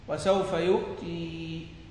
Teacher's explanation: وقف على الكلمة بأسرها يعني كالجماعة. ووقف بإثبات الياء على ما حذف منه الساكن